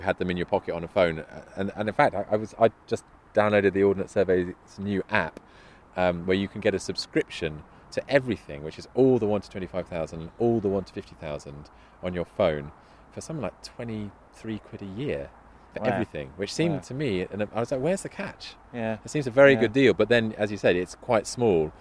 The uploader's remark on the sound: Under Monmouthshire Skies. We go for a spin from Castle Meadows in Abergavenny, as it hosted the National Eisteddfod, a huge annual festival of Welsh language, culture, music and song.